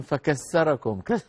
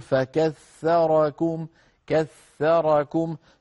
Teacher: في بعض البيئات العربية يعني ومنها بلاد الشام التي أنا منها، نبدل في العامية الثاء سينا · Shown in: first take · فممكن واحد يقول إذ كنتم قليلا فكسركم، كسركم صارت يعني